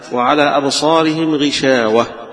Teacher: الوقف عليها كان الكسائي له في الياء ما لوش هنا في الواو، لكن في الوقف عليها وعلى أبصارهم غشاوة، وعلى أبصارهم غشاوة يبقى بفتح الواو هنا وبالهاء الساكنة في آخرها